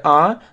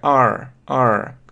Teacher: это в британском чистое А, значит, в американском иногда просто добавляют ре, ар, ар. Звучит как бы и как ре, но в британском вариант чистое А, а, а.